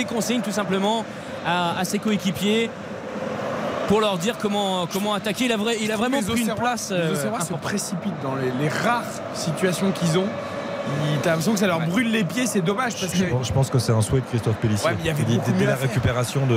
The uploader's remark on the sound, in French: en direct du Vélodrome